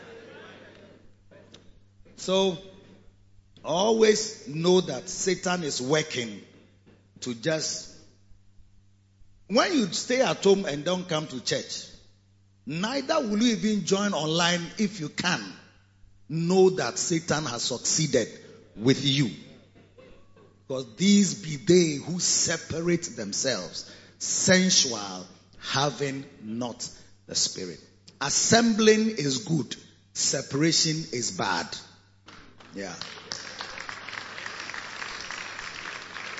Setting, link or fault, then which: setting, large echoing room